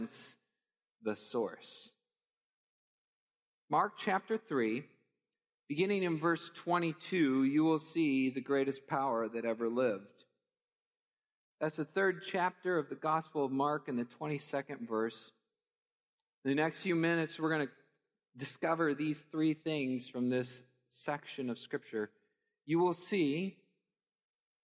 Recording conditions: large echoing room